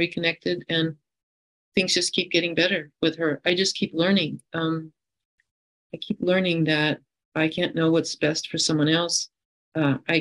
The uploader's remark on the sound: Friday Online Meeting. This recording is from an Overeater Anonymous H.O.W.